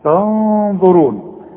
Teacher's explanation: الغنة هنا تفخم علشان الظه مفخمة